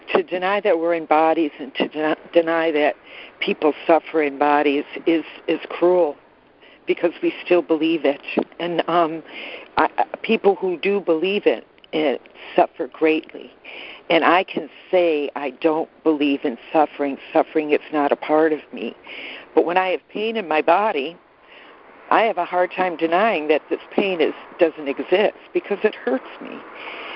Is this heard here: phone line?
yes